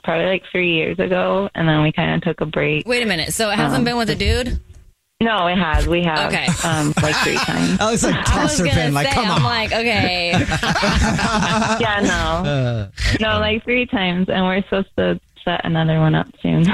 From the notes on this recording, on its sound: The woman on the phone